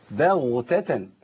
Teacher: الغين هنا ايه؟ ساكنه بعد فتح، يعني متوسطه التفخيم، يعني بغ، ما اقولش بغ ولا اقول بغ او باغو زي ما في ناس بتبالغ، احنا ما عندناش مبالغه، لا نبالغ ولا نتراخى.